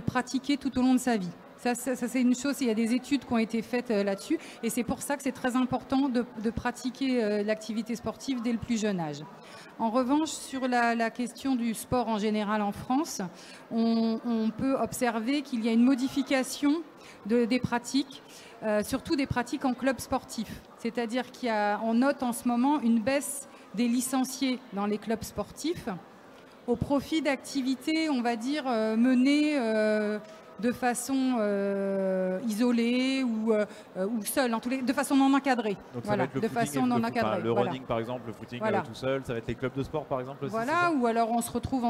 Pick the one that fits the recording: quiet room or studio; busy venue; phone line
busy venue